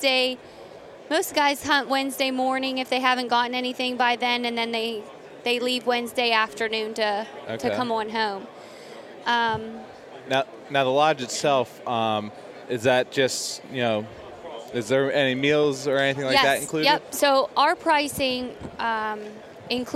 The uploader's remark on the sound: Live from the Great American Outdoor Show